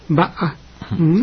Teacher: Es un sonido glotal. Nos dicen los lingüistas que es así, porque el está como quejido, viene de la parte de glotis que tenemos en la garganta.